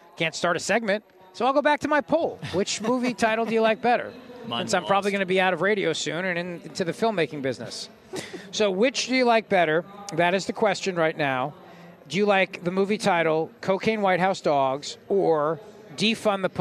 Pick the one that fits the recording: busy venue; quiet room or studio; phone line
busy venue